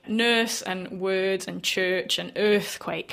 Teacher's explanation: These days, you're almost entirely restricted to R after what we call a nurse vowel. So these are vowels that rhyme with the word nurse, not in my accent, but in a New Zealand accent.